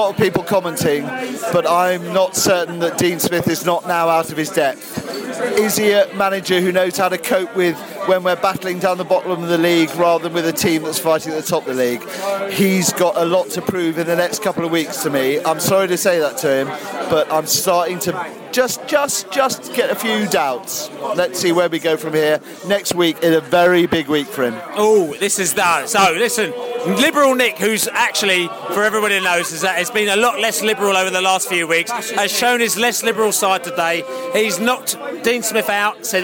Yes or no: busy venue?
yes